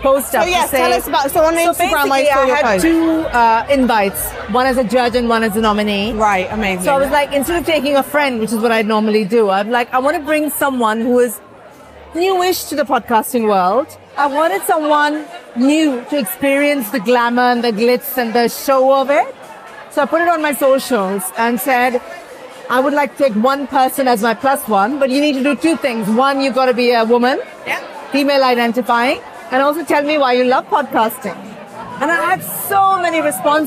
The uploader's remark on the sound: Hundreds of nominees coming together at London’s Outernet last Thursday to celebrate the very best of podcasting in Britain. Went behind the scenes at the ceremony - with the help of the Nomono Sound Capsule - to get live reactions from nominees, attendees and winners.